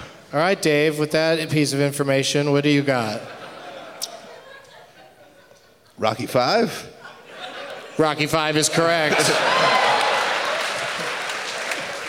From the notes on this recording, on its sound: Live from Thalia Hall in Chicago.